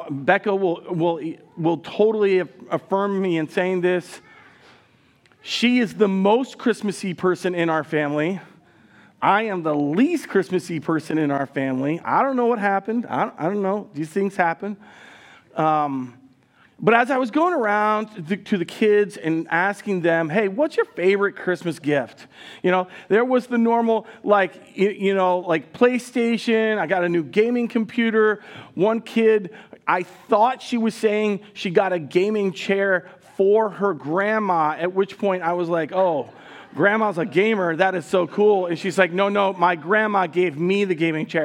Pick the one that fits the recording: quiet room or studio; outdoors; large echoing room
large echoing room